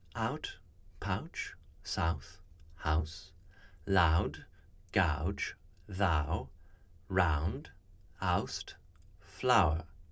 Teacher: More traditional sounds may have an ow sound, starting with the back vowel ah. There is a tendency for this sound, particularly when speaking quickly, to be smoothed out to an ah. · Term: diphthong ow